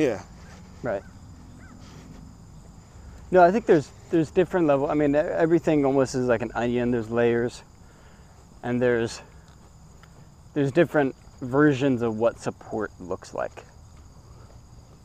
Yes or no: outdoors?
yes